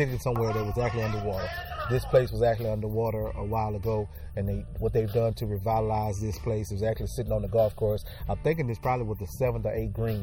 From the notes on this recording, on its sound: Takes the show outside for a broadcast.